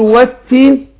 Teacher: اضغمت اللام في التاء، فبنطق بعد الواو على طول ايه التاء · Term: اللام مضغمة